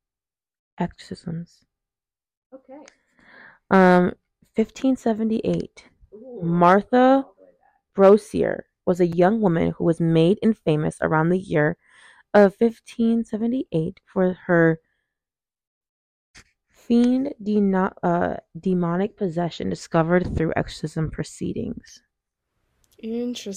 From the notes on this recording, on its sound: we were having some major mic issues with this episode